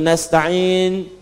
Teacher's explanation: nasta'in, dibacanya menggunakan fathah, ujungnya sukun. Jika ada yang baca menggunakan kasrah, itu dari Bani Tamim, Bani Asad di antaranya.